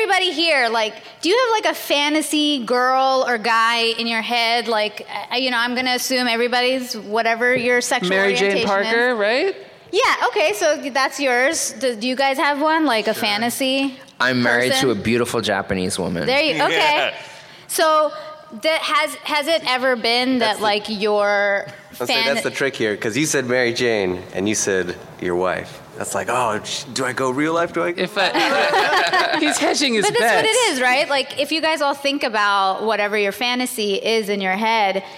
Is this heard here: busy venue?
yes